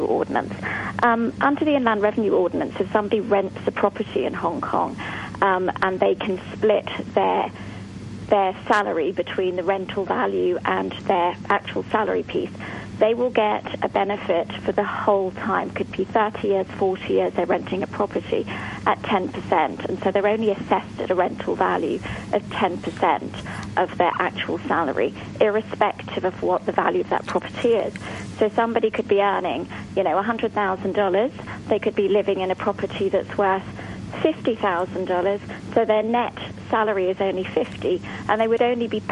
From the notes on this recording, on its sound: a phone-in special on 26th February 2016 from 8am to 9am